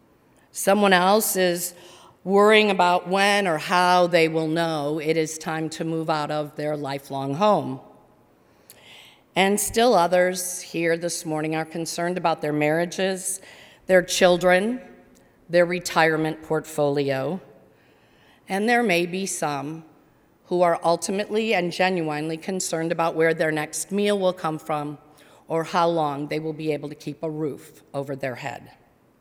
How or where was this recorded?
large echoing room